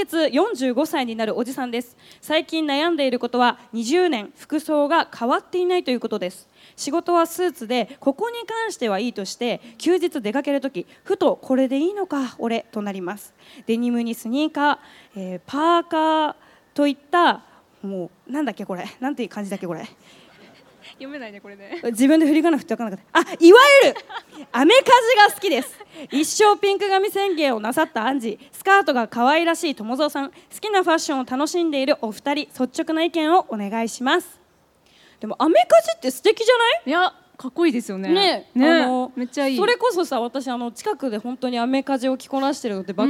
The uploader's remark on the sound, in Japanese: ららぽーと豊洲での初の公開収録の模様をお届け！